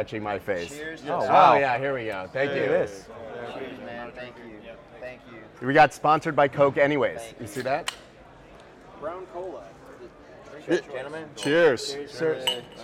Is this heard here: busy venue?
yes